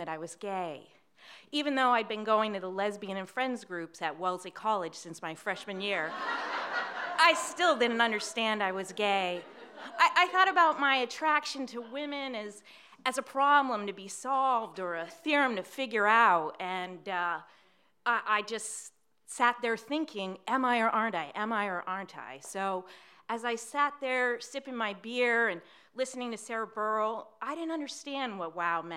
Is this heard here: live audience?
yes